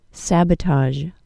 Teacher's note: Notice the short A sound in the first syllable and the Z-H sound at the end of this word.